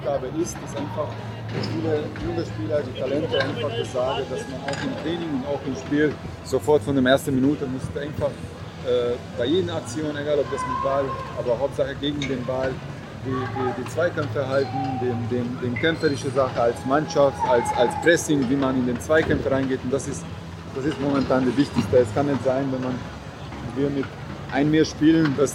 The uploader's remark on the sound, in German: Live aus dem Joggeli in Basel